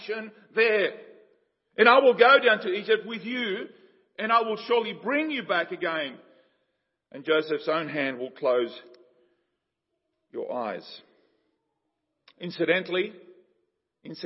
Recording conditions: large echoing room